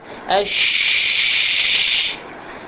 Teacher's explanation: أما الشين لا نحتاج أي حركة، أش، يعني الصوت الذي يخرج من الشين هو عبارة عن هواء يمر من الحلق يدخل في فضاء الفم ويمر من بين اللسان والحنك الأعلى، لا يوجد صوت، لا يوجد هذا الصوت بهذا الشكل.